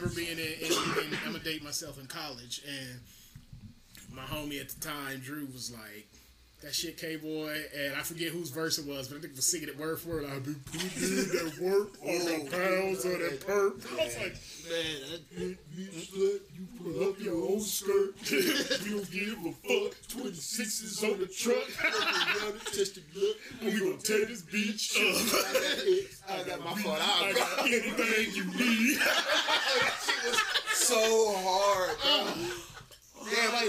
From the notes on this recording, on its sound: (We apologize for the audio quality, we were just having so much fun we kinda neglected that part).